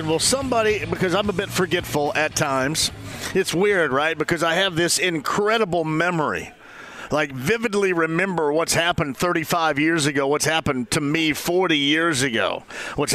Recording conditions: busy venue